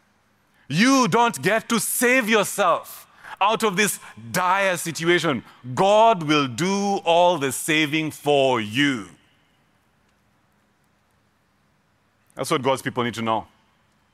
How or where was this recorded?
live audience